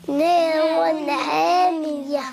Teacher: تاء تنوين بالضم نقف عليها بالسكون مع إبدال التاء هاء